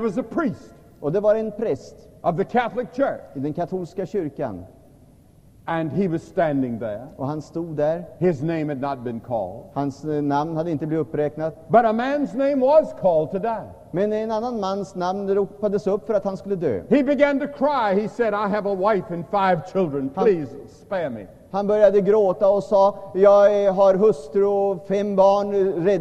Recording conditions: large echoing room